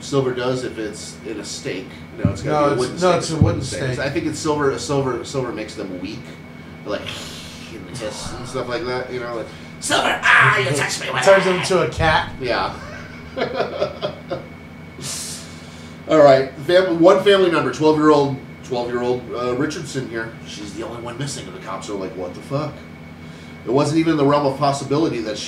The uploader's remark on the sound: We had a technological error and apologize for the quality of our audio this week.